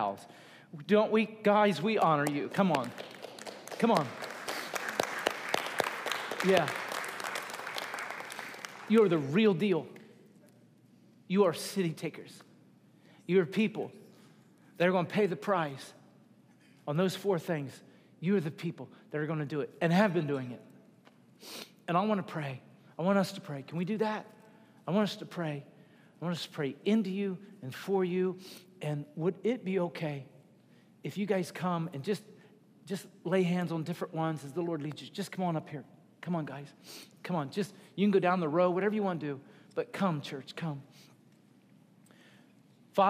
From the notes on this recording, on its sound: Recorded at Wellspring Church of the Nazarene, Evansville, IN.